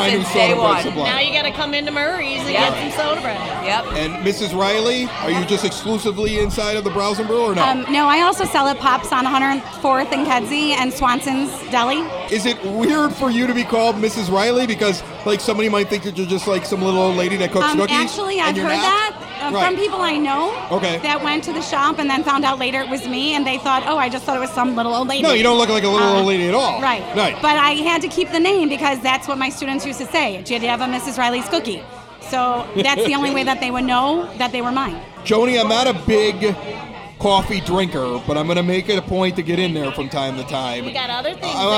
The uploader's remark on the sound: Provides traditional music in front of a live audience at Porter Cullens in Evergreen Park.